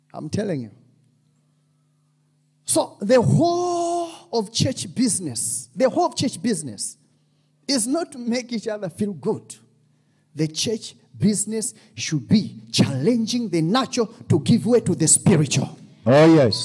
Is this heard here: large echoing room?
yes